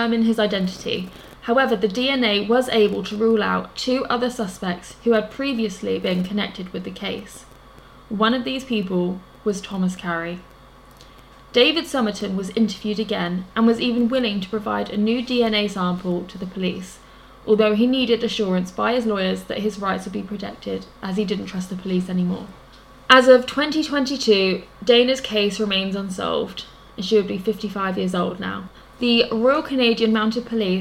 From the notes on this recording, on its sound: Sorry about the background noise in this week's episode, we had 2 very loud snorers in the room with us (our cheeky lil Frenchies).